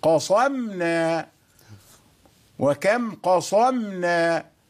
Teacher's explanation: الصاد لا تؤثر على تفخيم الميم، لا تؤثر تفخيما للميم.